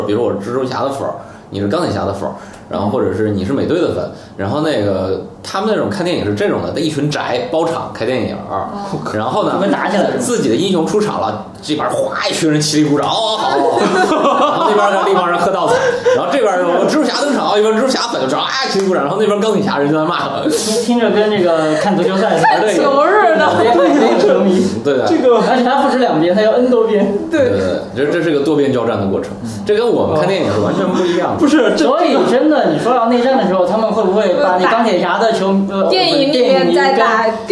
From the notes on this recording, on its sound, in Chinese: 本期节目为在张大妈办公区用录音笔录制，可能有街道上的杂音，请见谅。